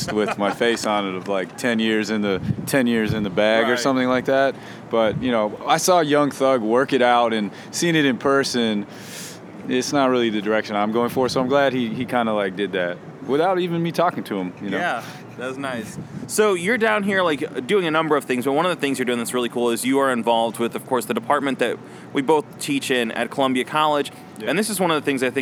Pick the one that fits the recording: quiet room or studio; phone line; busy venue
busy venue